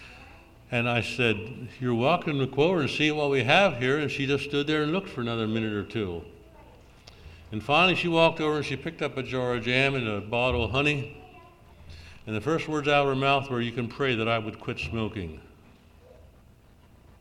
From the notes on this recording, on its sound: June Session of the Fifty-second Annual Southeastern Mennonite Conference